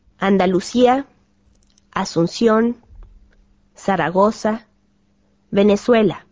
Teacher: Latinalaisessa Amerikassa C-E-C-I ja Z-kirjain ääntyvät kuten Suomen S. Tässä kannattaakin olla tarkkana ja välttää italialaistyyppistä C-äänettä.